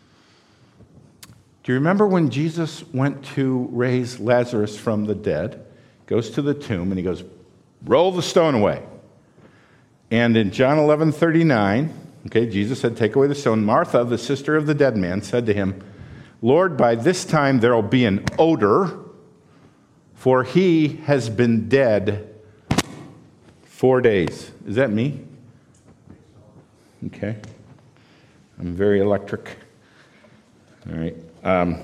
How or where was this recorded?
large echoing room